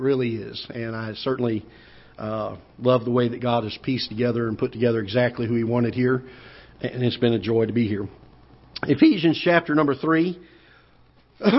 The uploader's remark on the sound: Ketha Heights Baptist Church ~ Live Broadcast